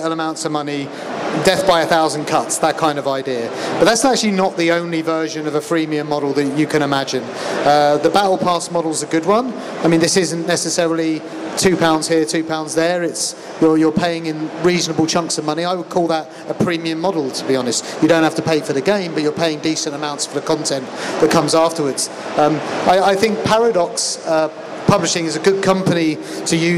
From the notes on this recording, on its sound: Recorded live from the show floor of EGX 2019.